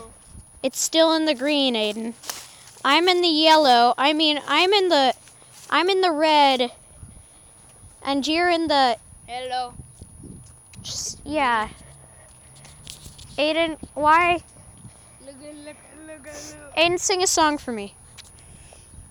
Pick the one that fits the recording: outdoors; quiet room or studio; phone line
outdoors